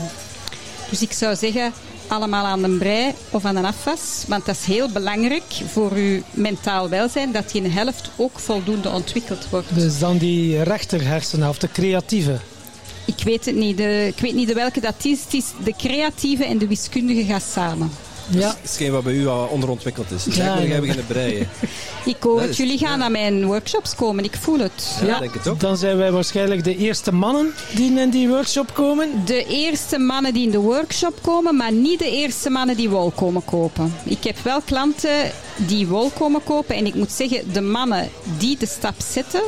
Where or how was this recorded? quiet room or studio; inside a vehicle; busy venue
busy venue